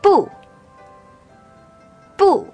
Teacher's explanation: starts at a high pitch but sharply drops to the bottom. The fourth tone is very similar to the tone we use when we get angry, just like when we say, Oh no!